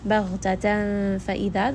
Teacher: Baghtatan fa'idha, this is going to be ikhfa because we see that there is that nun sakin or tanween followed by one of the letters that are not part of any of the other rules, so therefore it will be ikhfa. So we will hide the nun sound within the makhraj of the letter fa. Fa'idha, that is going to be a two-count med.